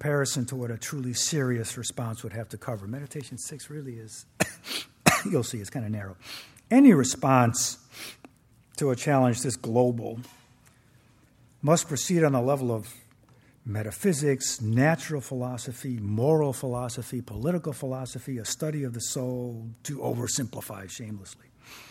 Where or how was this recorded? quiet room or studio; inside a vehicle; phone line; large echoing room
large echoing room